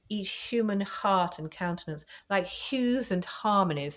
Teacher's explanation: it becomes much more breathy with this list